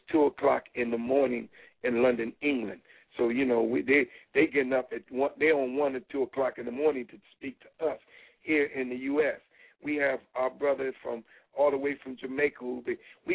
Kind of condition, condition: link, phone line